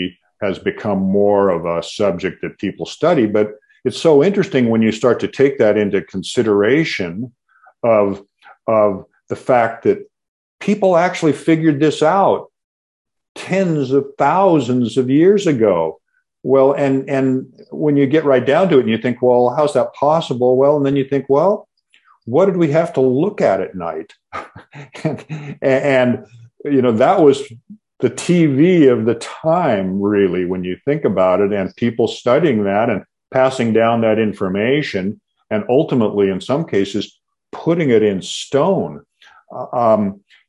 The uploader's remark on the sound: The Zoom meeting for some reason only recorded.